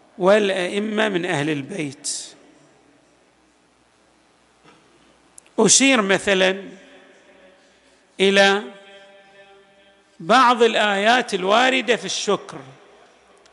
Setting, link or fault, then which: setting, large echoing room